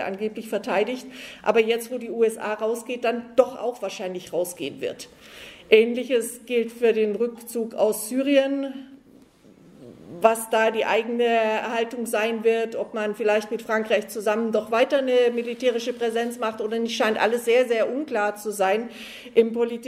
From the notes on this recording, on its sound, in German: auf der Konferenz «70 Jahre: Kein Frieden mit der NATO» der Rosa-Luxemburg-Stiftung in Frankfurt